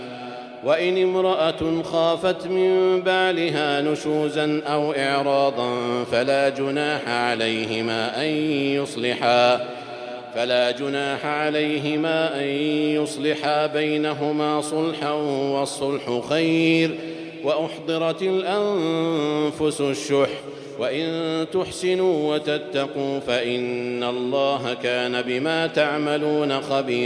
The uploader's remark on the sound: Ramadan 2020 Taraweeh Prayer in Masjid Al Haram, Makkah, Saudi Arabia